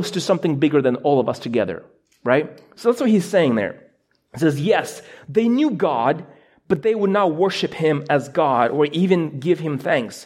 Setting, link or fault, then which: setting, large echoing room